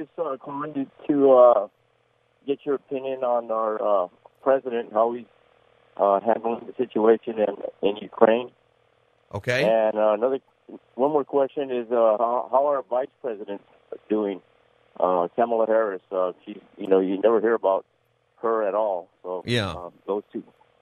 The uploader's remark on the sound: Open Phone Friday